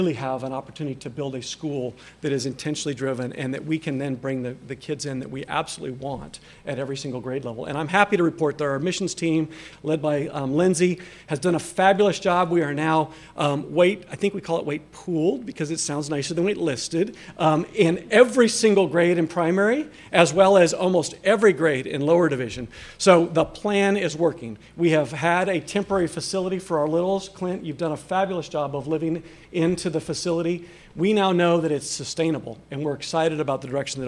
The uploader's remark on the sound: This episode is a recording of the Celebration of Progress event for the Loeffler Primary Division's Expansion and Renovation. It took place in the Nichols Activity Center on Casady's campus and was attended by a number of the project's supporters and developers.